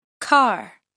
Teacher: Ces sons ressemblent au son français A, mais le deuxième, car, est plus long et nécessite une plus grande ouverture de la bouche.